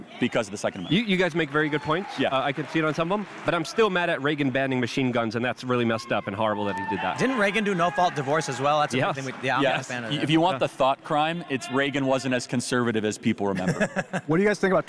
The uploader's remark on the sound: AMFEST 2022. For a special LIVE episode of Timcast IRL at America Fest 2022.